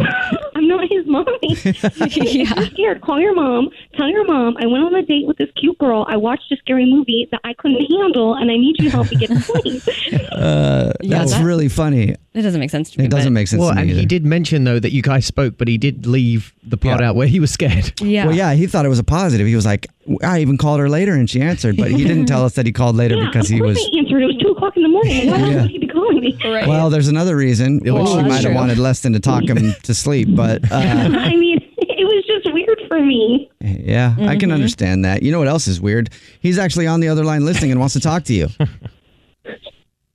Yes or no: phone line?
yes